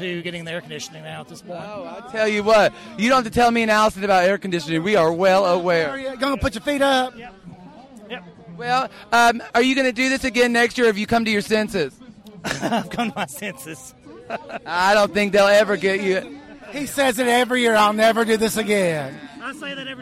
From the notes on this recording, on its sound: Live at Pride. Make their way through the crowd at Memphis Pride Fest, stopping occasionally to make the acquaintance of some seriously cool people.